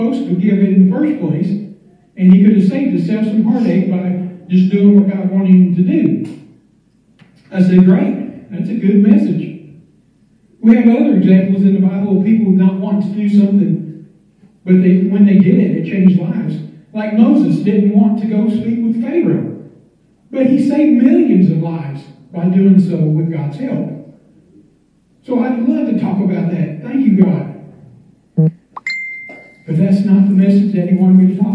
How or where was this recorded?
large echoing room